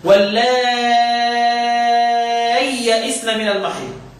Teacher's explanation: لو اسهلها مش فيها مشكله، المشكله في الابدال ده اهو، بيبدل الهمزه ياء ساكنه